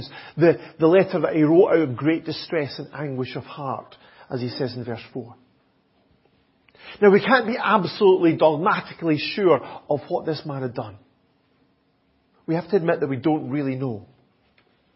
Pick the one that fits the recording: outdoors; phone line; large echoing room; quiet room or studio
large echoing room